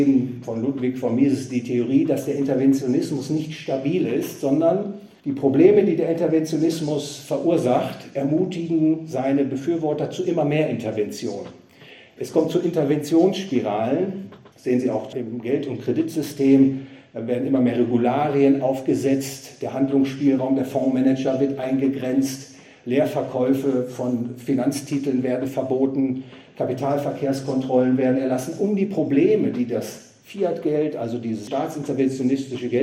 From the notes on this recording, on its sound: gehalten auf dem Fondskongress in Trier